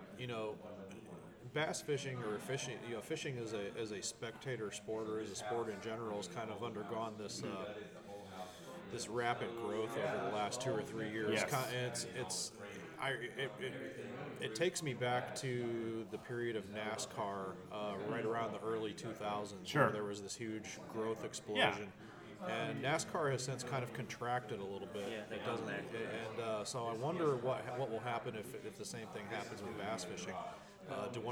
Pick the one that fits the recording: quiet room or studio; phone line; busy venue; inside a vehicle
busy venue